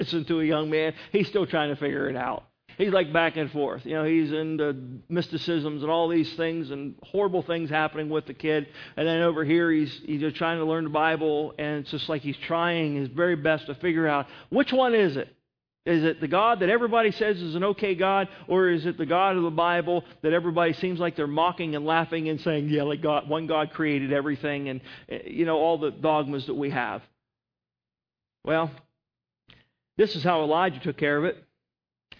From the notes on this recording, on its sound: At Northside Baptist Church of Elkhart, Indiana.